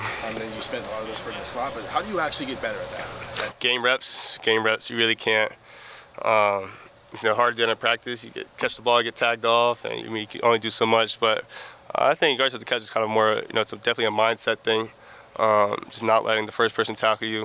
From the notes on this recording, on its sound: Throughout the year, the Land-Grant Podcast Network will be bringing you uncut audio primarily from Ohio State press conferences, but also from individual interview sessions. Unedited audio from Ohio State football media availabilities.